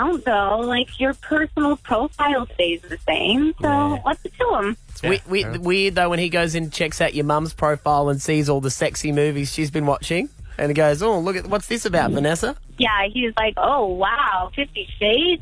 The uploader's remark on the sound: called in for an exclusive chat